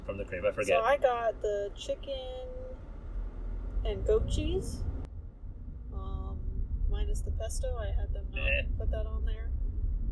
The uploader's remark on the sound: Are in the car again.